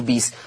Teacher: يبقى بئس هتبدل ياء فتصير بيس · Term: الإبدال